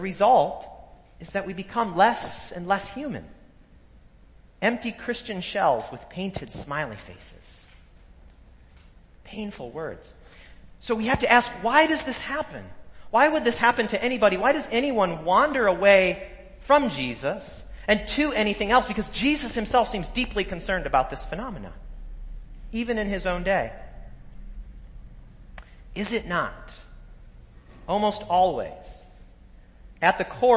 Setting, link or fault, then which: setting, large echoing room